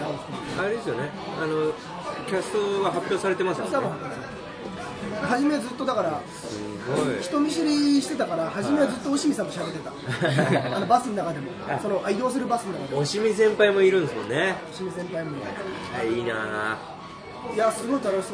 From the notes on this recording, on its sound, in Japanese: 神保町花月近くの居酒屋で収録しました。